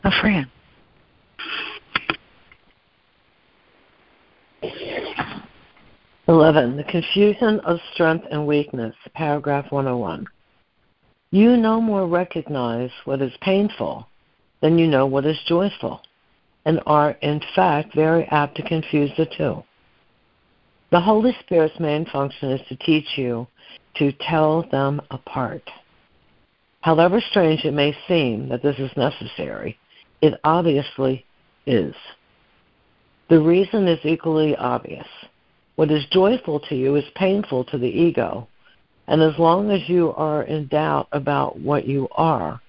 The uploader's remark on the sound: ACIM Daily Conference Call.